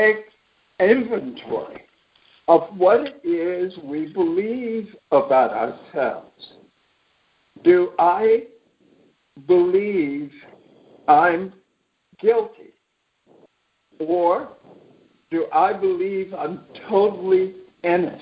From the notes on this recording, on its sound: ACIM Daily TEXT Conference Call